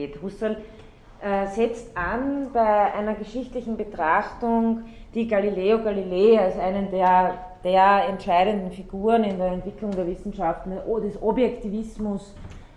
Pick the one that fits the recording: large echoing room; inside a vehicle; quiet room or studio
large echoing room